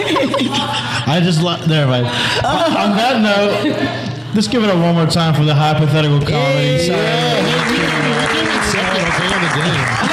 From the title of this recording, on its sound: Live From Groundstack Coffee